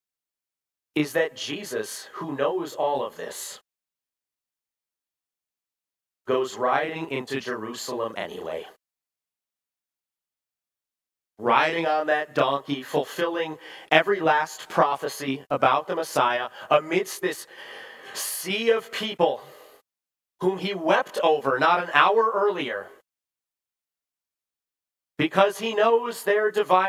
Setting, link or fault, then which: setting, large echoing room